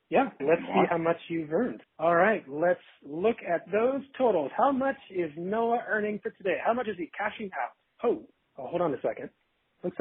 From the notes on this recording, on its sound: Premium entertainment meets crappy audio quality.